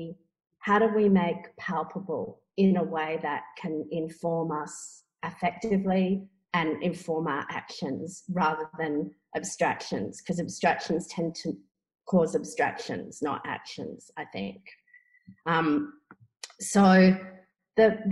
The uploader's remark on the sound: This event was held via Zoom on Monday 2 November, 2020.